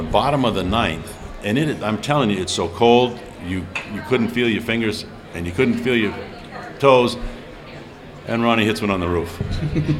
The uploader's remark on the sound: live at the ChiSox Bar and Grille